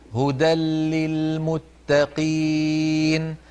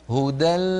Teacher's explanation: فنخرج لاما من الفم وغنة من الخيشوم في آن واحد · Shown in: second take · كما نفعل في الواو والياء.